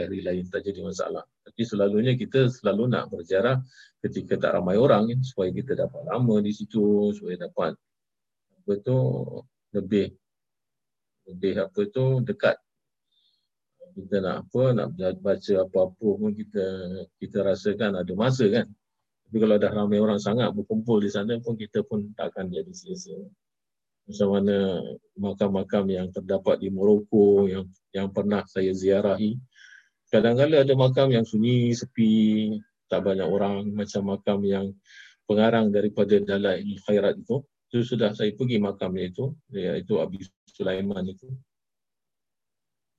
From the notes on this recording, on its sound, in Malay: Rakaman zoom pada setiap Sabtu 5 ptg (waktu Singapura)